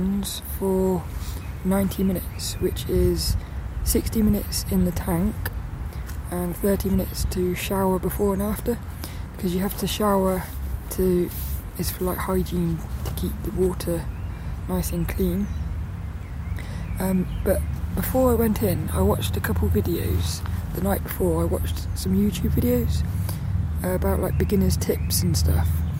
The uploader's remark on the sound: I recorded this one down the park